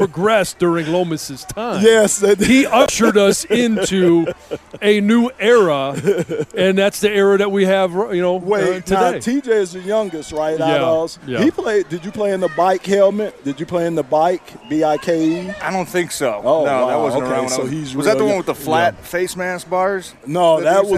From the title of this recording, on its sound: Live From Lions Training Camp